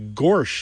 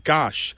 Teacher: This is known to linguists as the intrusive R or the excrescent R. · Shown in: first take